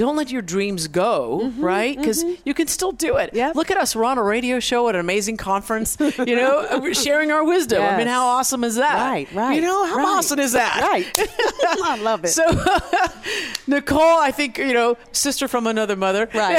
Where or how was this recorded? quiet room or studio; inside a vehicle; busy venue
busy venue